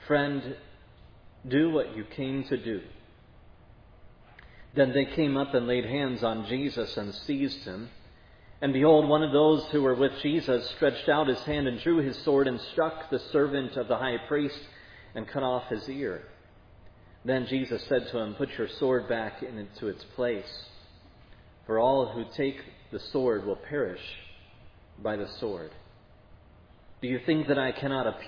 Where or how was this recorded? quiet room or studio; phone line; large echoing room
large echoing room